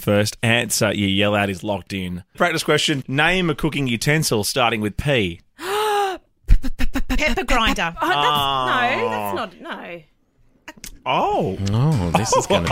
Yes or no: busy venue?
no